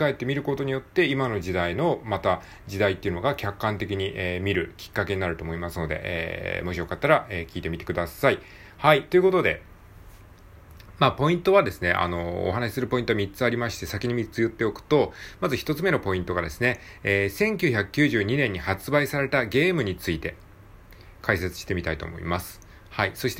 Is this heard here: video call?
no